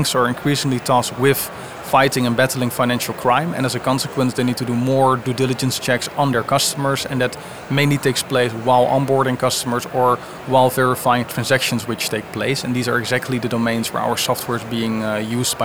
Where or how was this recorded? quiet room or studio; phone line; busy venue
busy venue